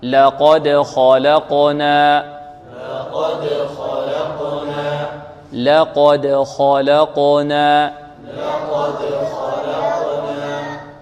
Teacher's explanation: عندنا اللام في لقد مرققة، والقاف بعدها مفخمة، والدال في لقد مرققة، والخاء التي في خلقنا مفخمة · Term: مرقق مفخم